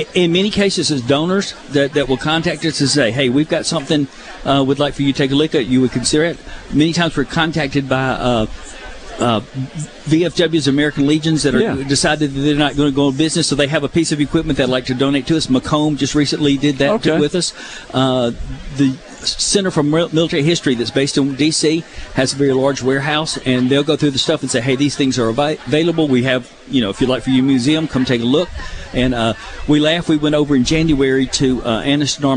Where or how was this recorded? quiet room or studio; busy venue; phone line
busy venue